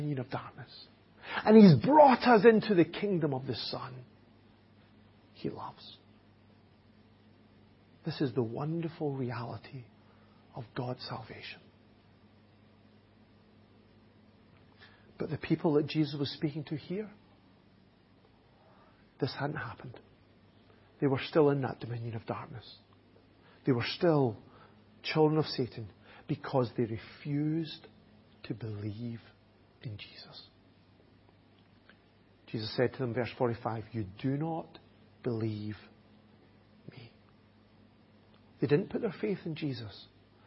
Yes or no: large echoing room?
yes